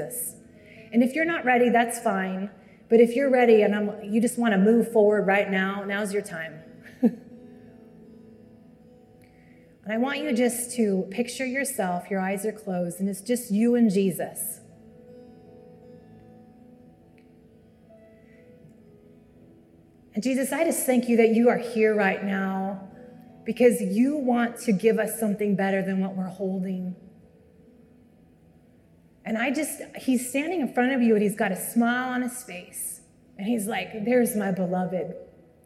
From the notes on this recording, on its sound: Live from the annual Wichita Teacher's Prayer Breakfast (Jan 21, 2023).